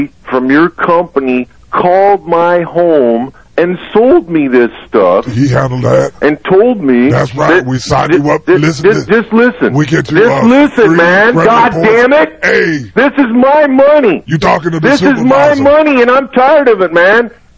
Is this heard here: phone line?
yes